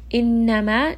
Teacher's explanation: noon is going to have shadda, so do give it proper ghunna, spend a bit of time. Innama, this is a two count mad.